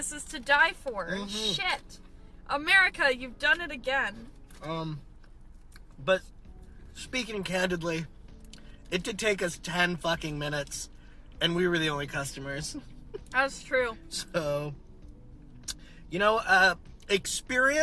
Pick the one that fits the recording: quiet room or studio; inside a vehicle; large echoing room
inside a vehicle